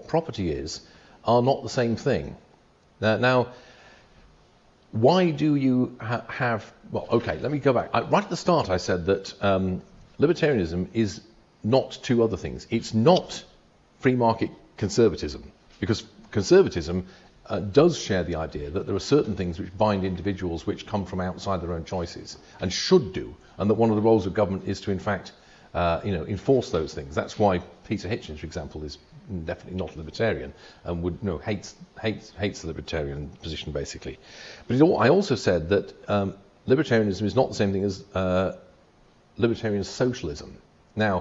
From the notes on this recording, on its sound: A recording of the Oxford Hayek Society meeting. Which took place in Christ Church, Oxford.